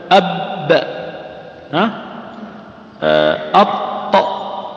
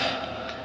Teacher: فلا تسمع الصوت إلا بعد ما ينفرج العضوين · Shown in: first take · بخلاف الحروف الأخرى لا، بمجرد الاصطدام العضو بالعضو ها يعني يصدر هذا الصوت. · Term: القلقلة